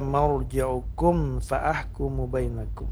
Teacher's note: Tidak boleh misalnya ilayya marji'ukum fa'ah, tapi harus diizharkan. Izharnya namanya izhar syafawi karena mim adalah huruf berada di dua bibir.